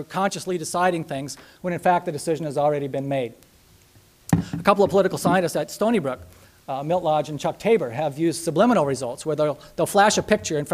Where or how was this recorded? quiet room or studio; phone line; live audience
live audience